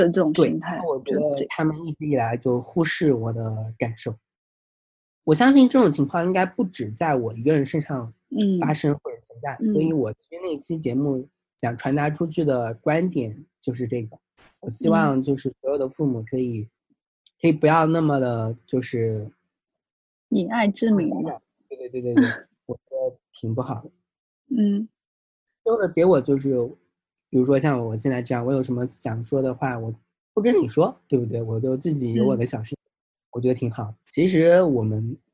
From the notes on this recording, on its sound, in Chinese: Zoom 连线对话